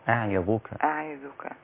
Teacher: العين مكسورة رقيقة لا تأخذ تفخيم الظاء بعدها